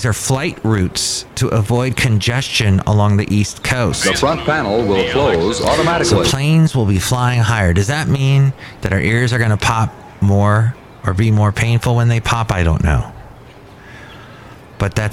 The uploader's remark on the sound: podcasts live from Café Anyway